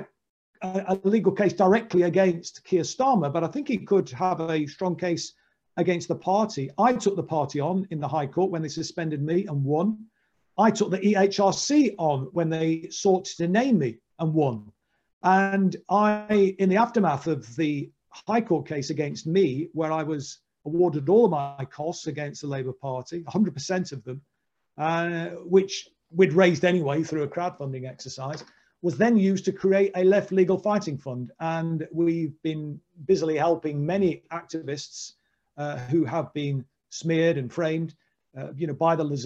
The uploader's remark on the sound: In this online event